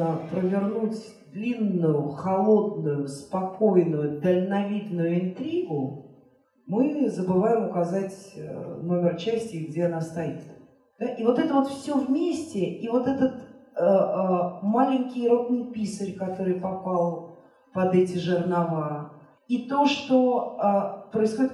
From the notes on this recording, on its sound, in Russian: Встреча в Доме культуры "Ясная Поляна" в рамках фестиваля Толстой Weekend